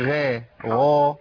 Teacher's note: الغين هنا مفخمة تضخيم معايا لأنها مفتوحة